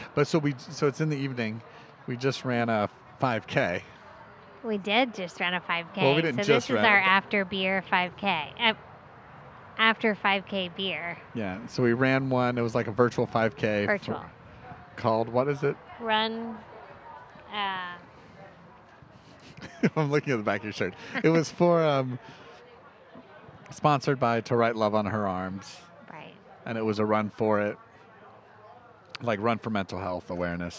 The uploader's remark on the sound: This episode was recorded in Tampa, Florida at The Independent Bar and Cafe located in the Seminole Heights neighborhood.